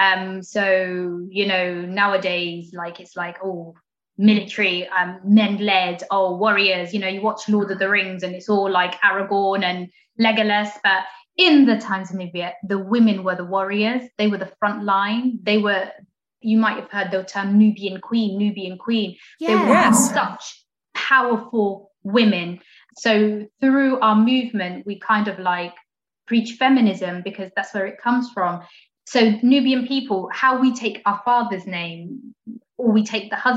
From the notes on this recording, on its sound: Recorded 7 July 2021 via Zoom